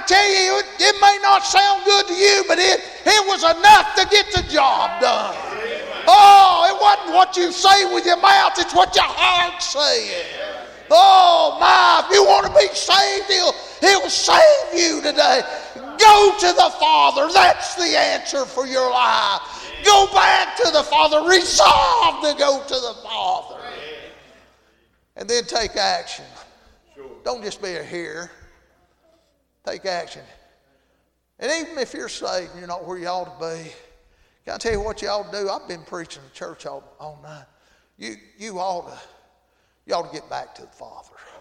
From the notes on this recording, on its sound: Tuesday Evening service at Calvary Baptist